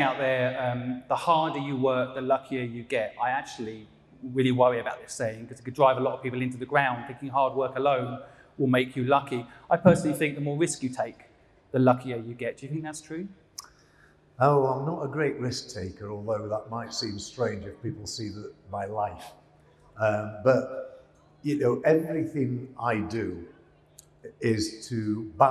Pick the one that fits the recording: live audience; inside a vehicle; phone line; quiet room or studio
live audience